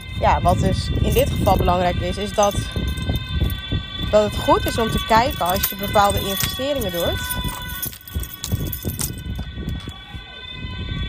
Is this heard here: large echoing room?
no